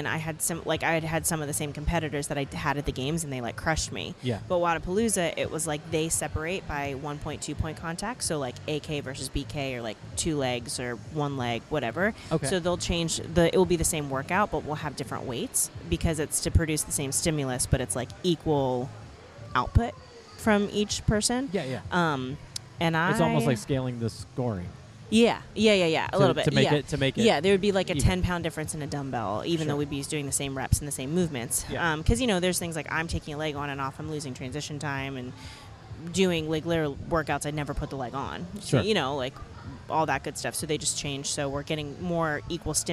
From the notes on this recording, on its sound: LIVE from the CrossFit Games. In Vendor Village of the CrossFit Games.